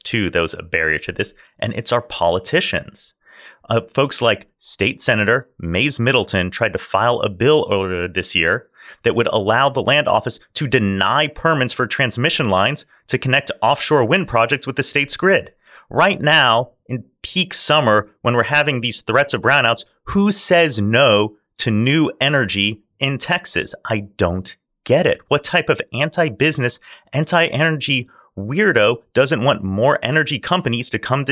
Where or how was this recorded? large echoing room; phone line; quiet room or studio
quiet room or studio